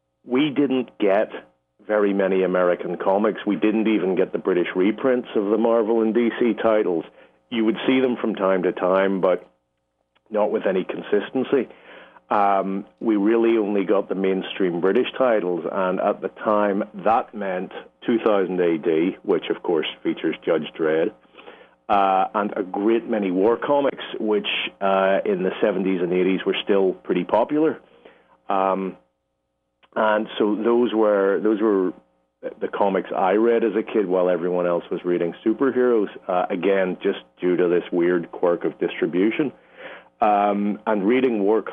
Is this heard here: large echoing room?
no